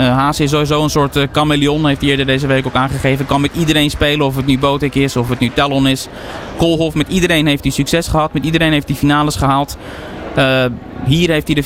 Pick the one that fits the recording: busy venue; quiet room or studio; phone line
busy venue